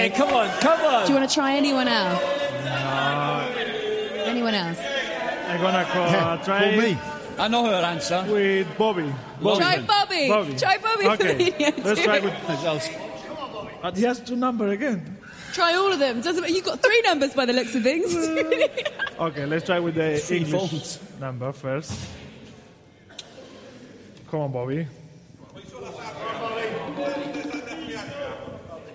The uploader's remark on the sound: The live show in Liverpool. Live on Merseyside in front of an audience.